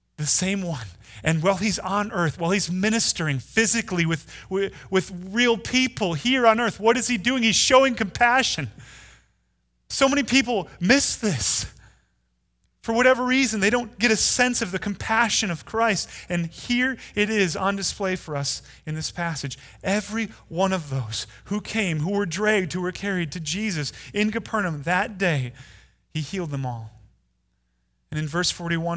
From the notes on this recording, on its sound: Delivered Sunday, February 16, 2020 at Woodridge Community Church (New Berlin, WI).